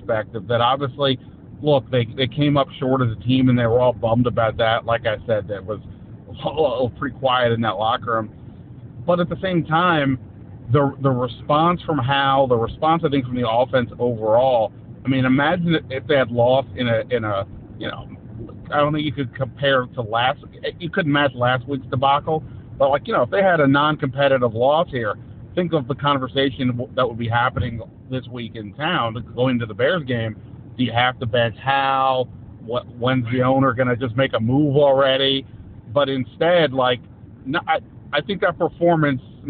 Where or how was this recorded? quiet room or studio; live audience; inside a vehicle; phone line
inside a vehicle